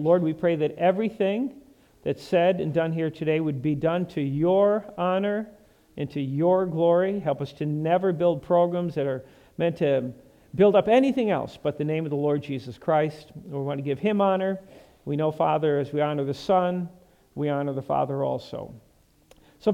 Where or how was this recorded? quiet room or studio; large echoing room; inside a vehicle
large echoing room